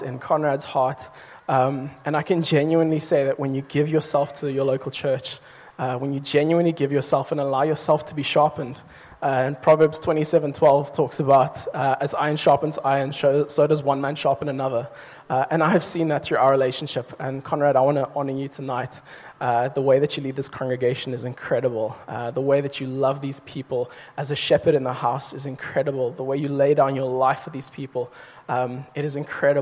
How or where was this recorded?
large echoing room